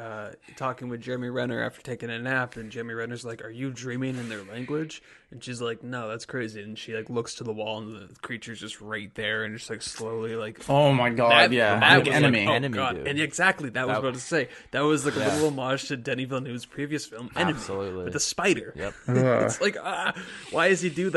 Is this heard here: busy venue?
no